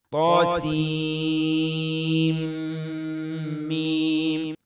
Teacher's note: أما النون في فواتح السور التي في الحروف الأخرى كما في طا سين ميم سين مثلا سين في الوسط، هذه السين حفص أخفى أدغمها مع الميم